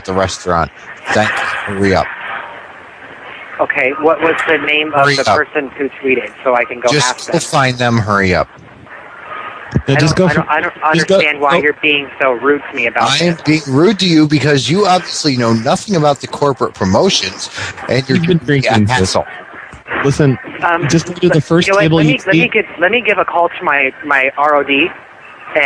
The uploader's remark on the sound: Personal Prank Phone Calls Collection